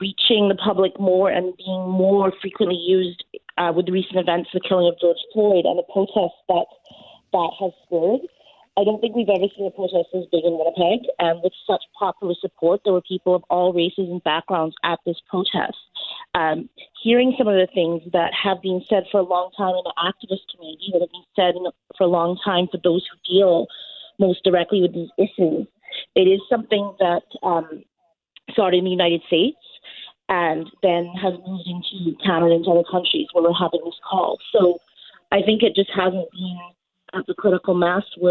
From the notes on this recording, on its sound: so she's on the phone!